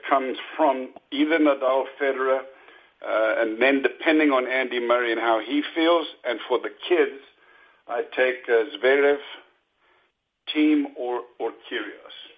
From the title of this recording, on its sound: U.S. Open Conference Call